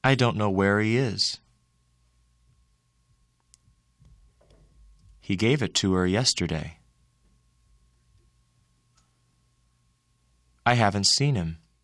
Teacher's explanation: When the words he, her, his, him, and has are unstressed, the h sound is often not pronounced.